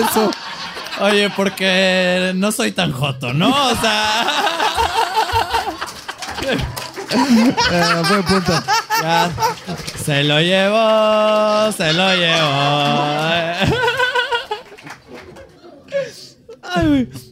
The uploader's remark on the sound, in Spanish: en vivo